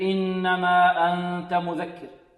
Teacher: عندنا النون بعدها تاء حكمها إخفاء